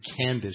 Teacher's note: you have a hard C at the beginning and then a soft sibilant C like an S at the end